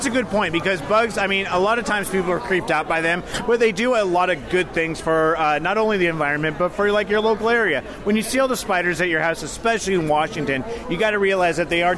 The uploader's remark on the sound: This episode the guys are recording during their Boot to Boot event that happened June 29th, 2019. The Flying Boots and Wings of Tacoma.